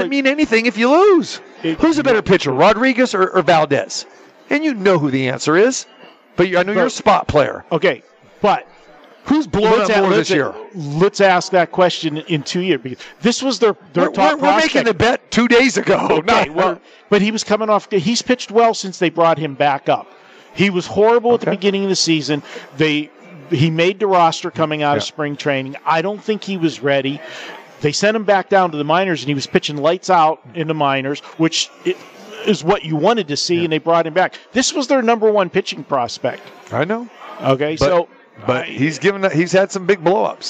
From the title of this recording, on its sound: Live from the Super Book at the Westgate Las Vegas